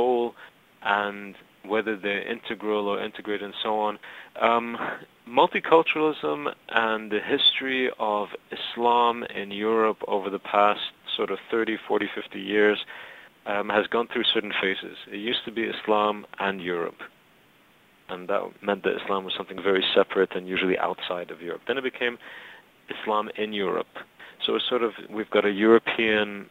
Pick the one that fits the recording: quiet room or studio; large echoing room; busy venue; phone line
phone line